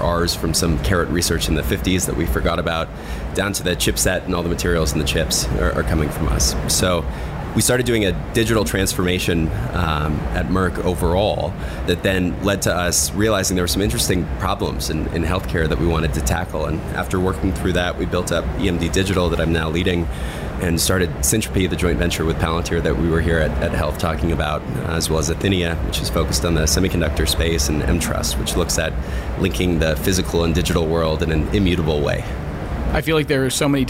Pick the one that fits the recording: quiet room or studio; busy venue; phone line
busy venue